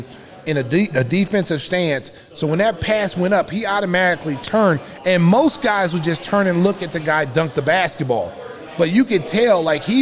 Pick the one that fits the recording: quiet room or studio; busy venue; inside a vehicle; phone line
busy venue